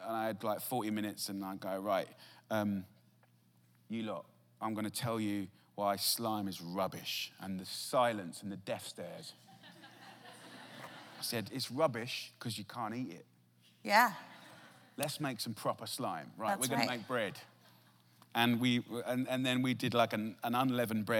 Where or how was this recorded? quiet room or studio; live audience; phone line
live audience